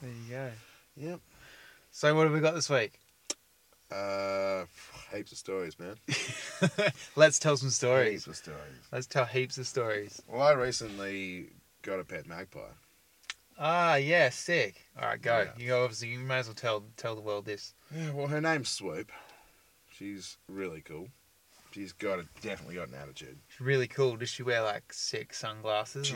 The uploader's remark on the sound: This week we are in the car studio at Lucky Parachute HQ, the super-secret camping ground. Ahh the great outdoors, what a place to be, what a place to record a podcast!